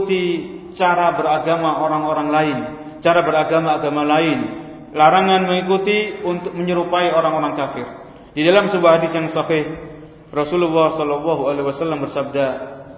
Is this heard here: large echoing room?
yes